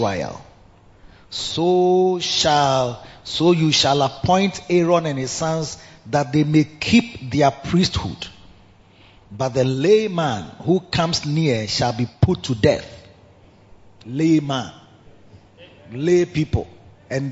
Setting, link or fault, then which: setting, large echoing room